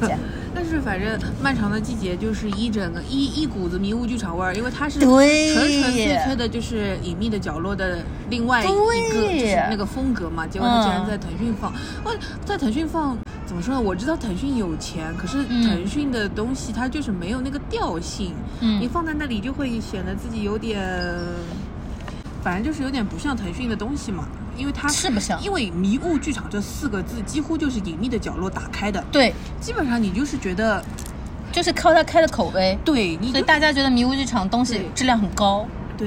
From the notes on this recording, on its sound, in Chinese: 本次录制花费：茶餐厅 128元